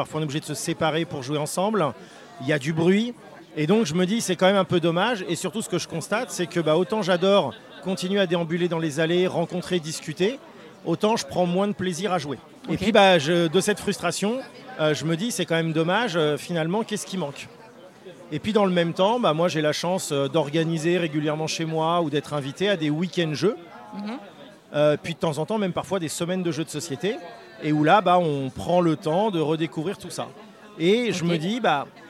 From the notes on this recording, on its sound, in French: Rencontre au festival Paris Est Ludique 2023